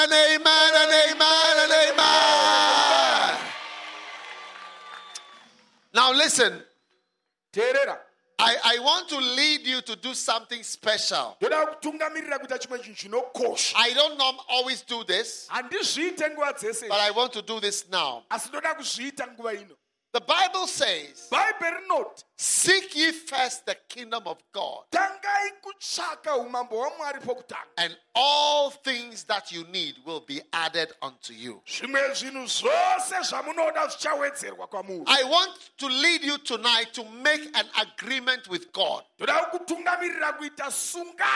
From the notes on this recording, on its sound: Preached at Healing Jesus Campaign, Zvishavane - Zimbabwe.